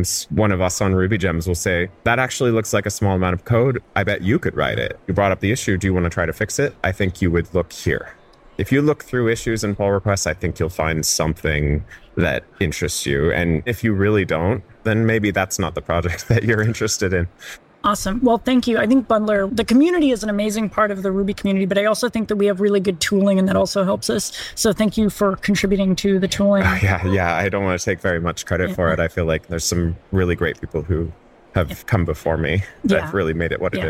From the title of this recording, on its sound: Live From The RubyConf Hallway Track